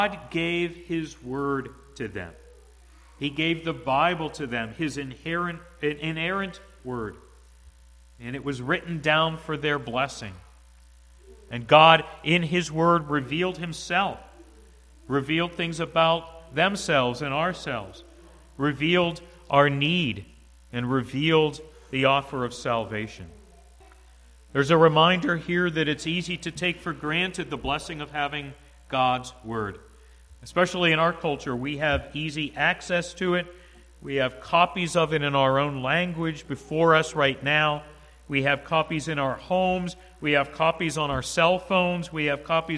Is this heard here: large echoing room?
yes